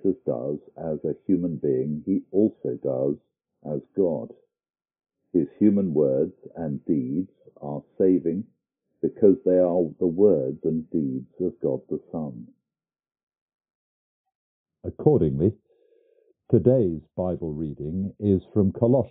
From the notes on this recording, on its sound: Sound issues.